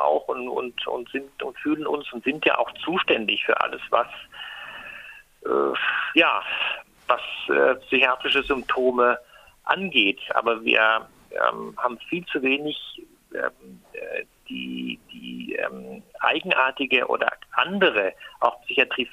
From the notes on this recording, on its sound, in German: Für die dürftige Tonqualität des Telefonates bitten wir um Verzeihung